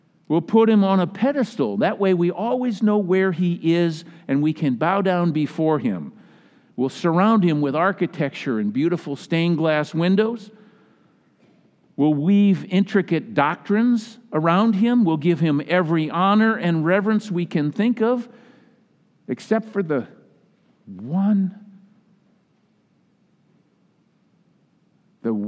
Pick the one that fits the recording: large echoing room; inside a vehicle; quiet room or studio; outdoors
large echoing room